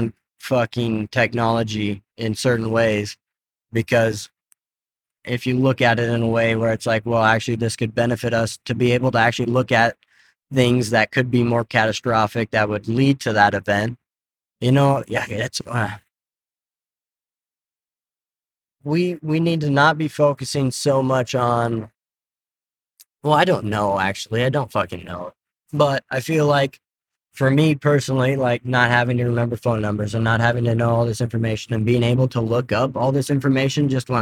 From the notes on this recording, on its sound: Set up the mics in the Tacoma as we're headed for the mountians to shred the gnar. Lost most of it due to technical difficulties with the mobile set up.